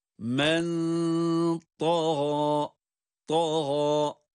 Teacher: Da kalın, gayn kalın. Ama aynı zamanda gayında bir elif miktarı uzatma var.